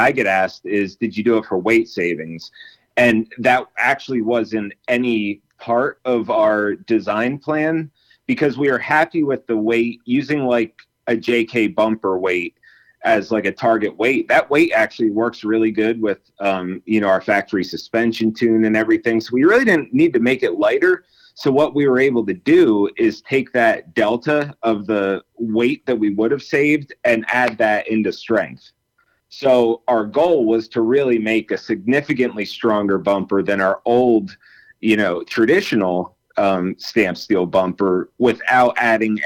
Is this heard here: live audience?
no